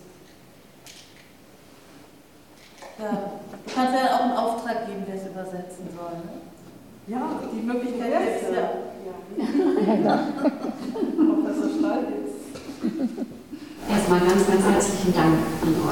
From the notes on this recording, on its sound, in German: Mitschnitt der Veranstaltung am 10.12.2022 in der Aula der Gertrud-Luckner-Gewerbeschule